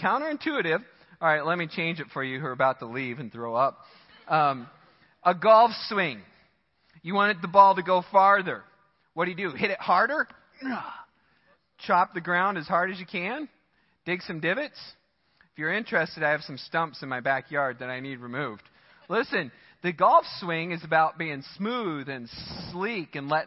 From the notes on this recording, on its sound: Midland Evangelical Free Church Sermon Audio